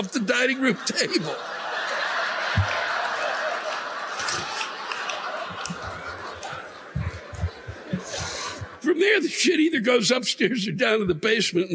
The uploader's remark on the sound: The live rants this week come from the Wind Creek Event Center in Bethlehem PA (Mar 7, 2020)